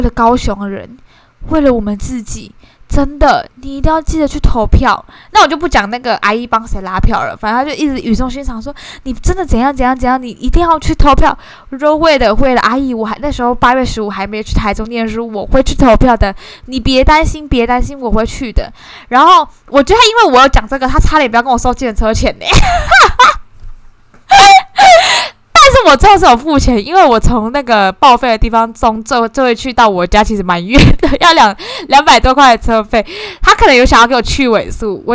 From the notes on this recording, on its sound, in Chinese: 這個錄音真的是很吵鬧〜請酌量傾聽